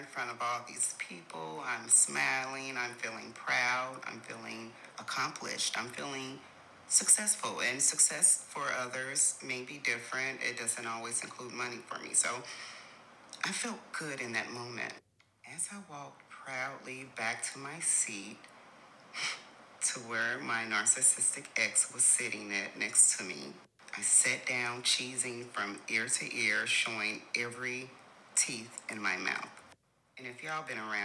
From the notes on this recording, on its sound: So, please forgive any background noise.